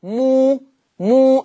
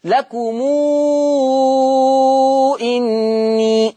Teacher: صلة الميم يعني توصل بواو، تقولها واو